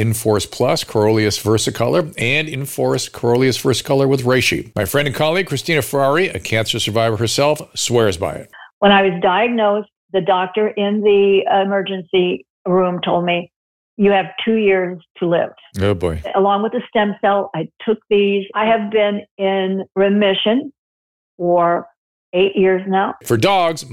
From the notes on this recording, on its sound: answers your calls LIVE